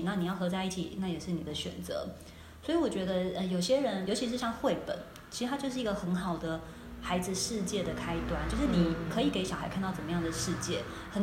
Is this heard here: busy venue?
yes